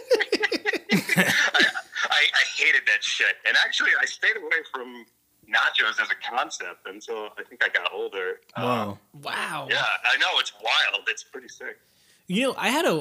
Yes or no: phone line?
yes